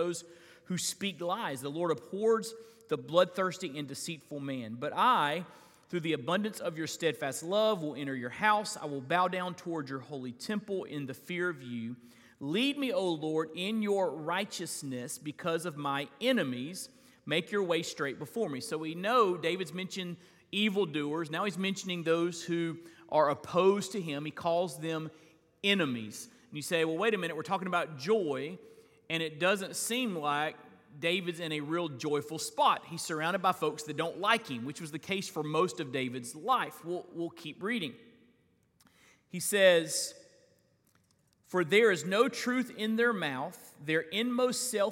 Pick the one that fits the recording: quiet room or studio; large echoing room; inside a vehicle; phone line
large echoing room